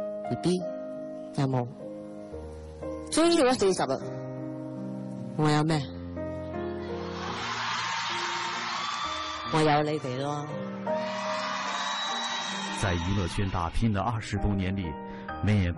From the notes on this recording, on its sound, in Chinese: 還有聽故事的觀眾